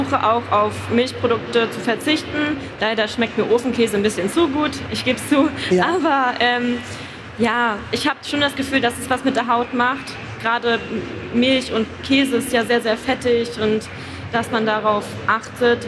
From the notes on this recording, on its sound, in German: LIVE-PODCAST von der GLOW. Live on Stage mit Publikum. Live von der GLOW Beautymesse in Essen.